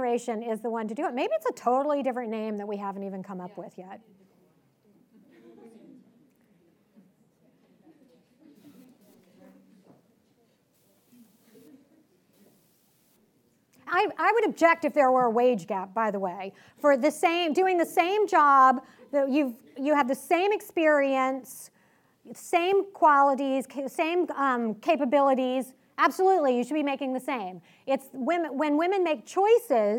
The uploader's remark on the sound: Recorded at the 2019 Western Women's Summit hosted by the Clare Boothe Luce Center for Conservative Women in Santa Barbara CA on April 5, 2019. Her remarks were recorded at the 2019 Western Women's Summit hosted by the Clare Boothe Luce Center for Conservative Women in Santa Barbara CA.